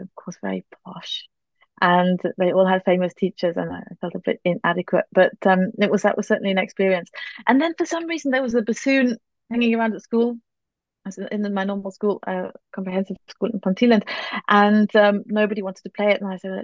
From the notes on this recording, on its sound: This interview was recorded. Via Zoom.